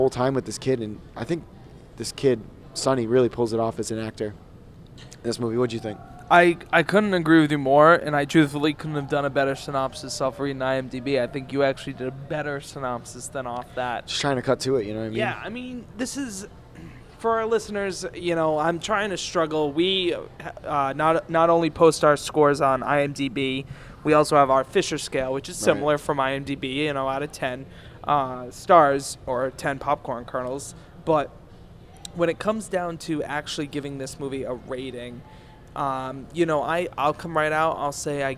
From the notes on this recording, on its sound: (LIVE from IHOP). Coming to you LIVE from the IHOP in Providence.